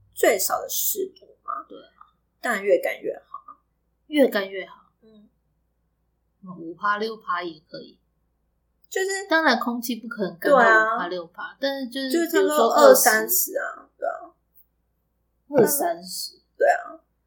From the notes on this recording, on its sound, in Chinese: 這集有較多雜音